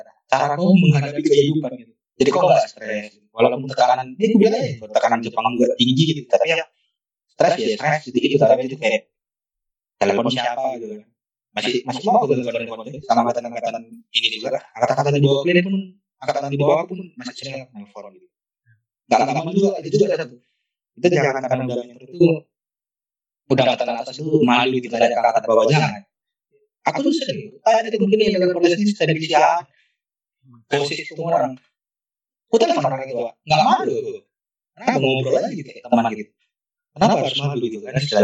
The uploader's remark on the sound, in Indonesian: mohon maaf untuk kualitas audio yang cukup buruk